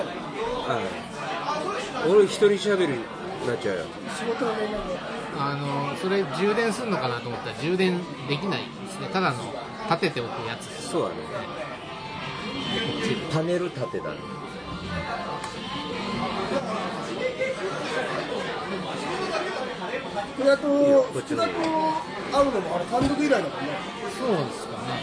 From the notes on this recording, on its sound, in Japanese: 神保町花月近くの居酒屋で収録しました。